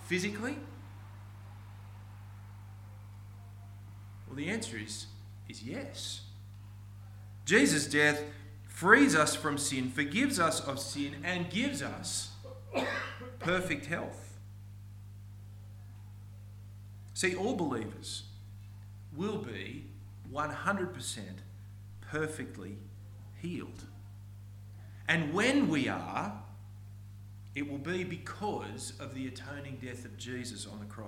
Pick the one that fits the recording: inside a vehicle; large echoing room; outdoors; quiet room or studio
large echoing room